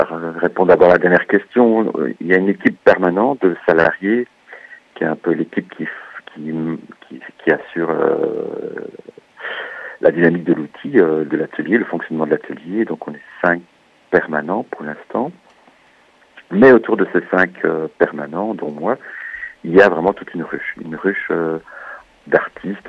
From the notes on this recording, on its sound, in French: Nous recevons par téléphone le directeur de l' Atelier de Création Sonore Radiophonique.